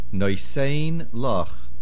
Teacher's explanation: The main stress of noisein is on the saf. There is no nosoig achar here, because a verb in the form of a hoive, of a binyan kal, does not accept a nasoig achor.